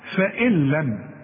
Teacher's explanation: تسقط النون من النطق · Term: إدغام كامل بدون غنة